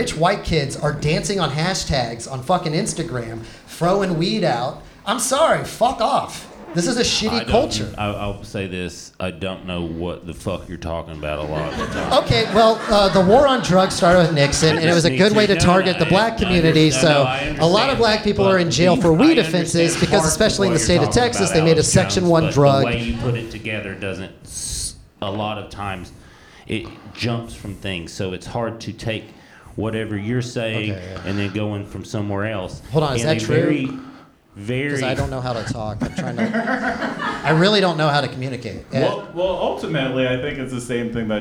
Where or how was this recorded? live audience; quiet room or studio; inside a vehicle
live audience